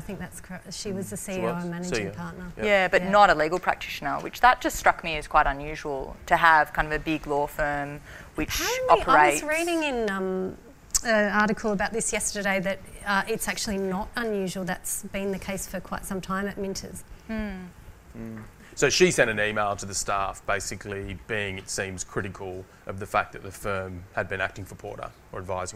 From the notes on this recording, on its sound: The Wigs Live. Recorded at the NSW Public Defenders conference on Sunday 14 March, 2021 before approximately 500 conference delegates. The annual PD's conference is NSW premier criminal law conference.